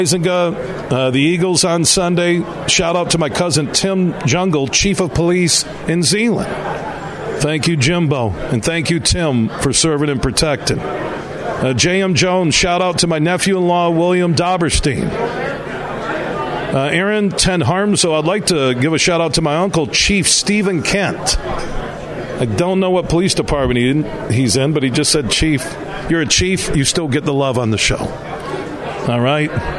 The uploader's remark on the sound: Today, we're broadcasting live from the Annual Michigan Association of Chiefs of Police Convention at the Amway Grand Plaza in Downtown Grand Rapids.